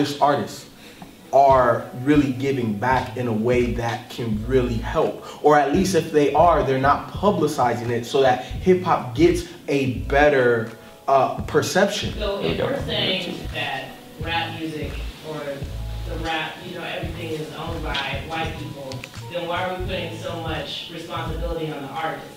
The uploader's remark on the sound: Live Taping at Florida State University.